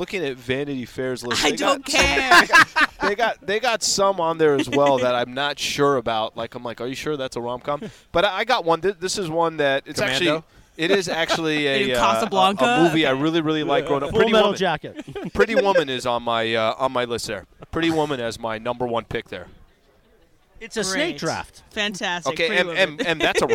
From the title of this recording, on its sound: LIVE from the Genesis Invitational